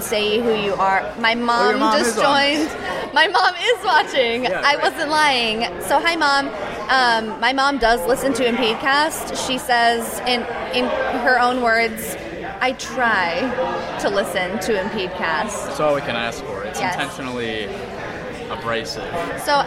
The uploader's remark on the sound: This weekend was the Podcast IA meetup at Sherwood Forest Event Center in Windsor Heights. We recorded an episode in the middle of it. We were also livestreaming.